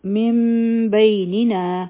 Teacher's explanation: دلته کې د میم ساکن اخفا هم ده دوه سیکنډه ټایم به ورکړو او زموږ شونډې به مکمل طور بندې نه وي لږ شان ګیپ به وي پکې